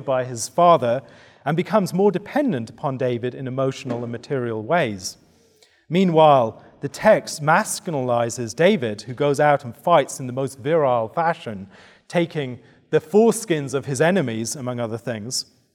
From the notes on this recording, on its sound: given at the 2023 Theopolitan Ministry Conference